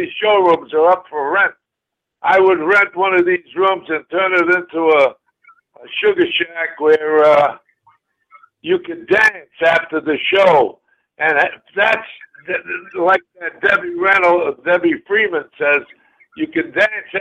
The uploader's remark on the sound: Hosting guest call ins and playing songs from the Sugar Shack Songbook.